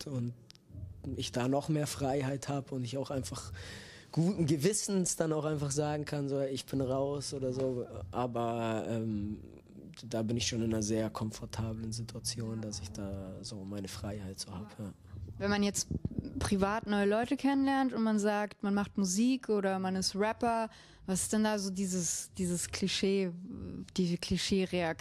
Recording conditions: busy venue